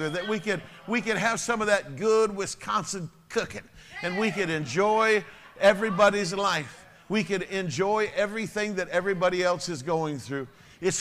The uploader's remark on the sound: Sunday Evening Service. Message delivered to His Church World Outreach Center.